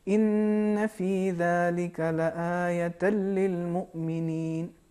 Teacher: تشدید کا تلفظ ہوگا شدت کے ساتھ لیکن کھینچنا ہمیں نہیں چاہیے